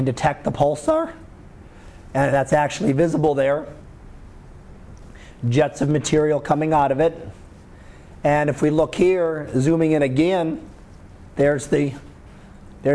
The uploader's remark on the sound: Live Class Lecture 2013 Jun 13